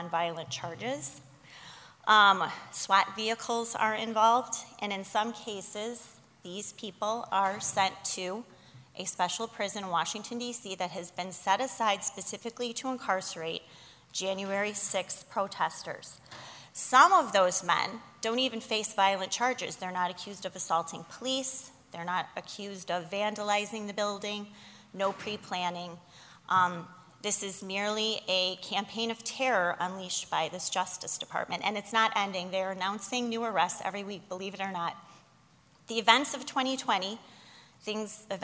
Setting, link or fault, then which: setting, live audience